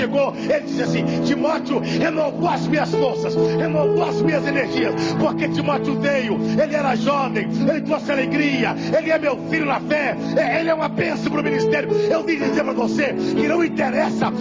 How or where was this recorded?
large echoing room